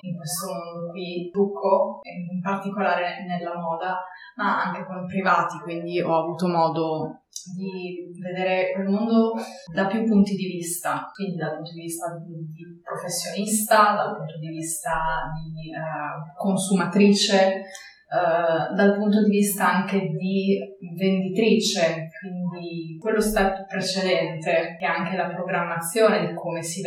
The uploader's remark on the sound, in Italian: Durante la registrazione della puntata, abbiamo avuto qualche problema tecnico che ha abbassato la qualità audio della prima parte dell'intervista.